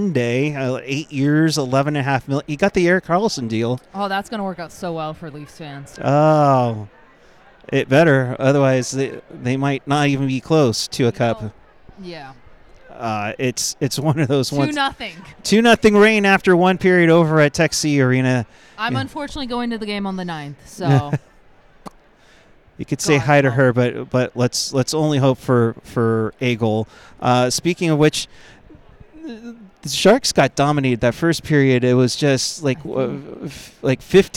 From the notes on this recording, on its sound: Live from the Shark Tank